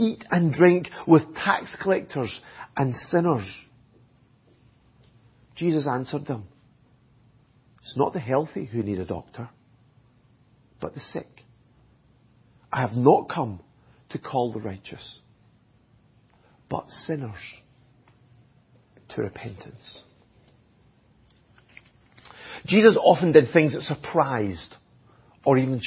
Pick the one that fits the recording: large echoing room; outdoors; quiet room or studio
large echoing room